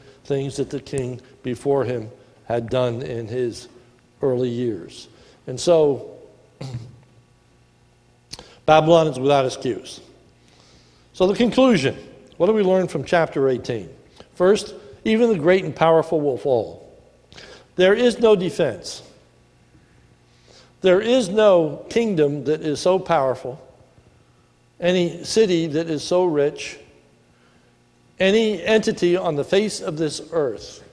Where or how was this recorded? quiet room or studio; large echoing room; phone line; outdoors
large echoing room